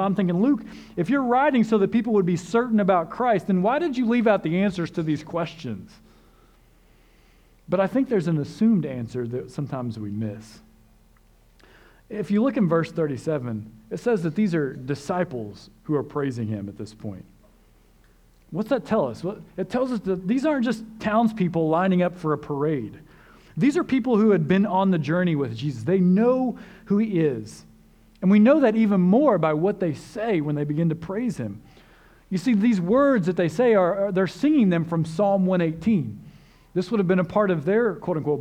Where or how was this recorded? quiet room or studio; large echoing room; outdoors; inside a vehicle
large echoing room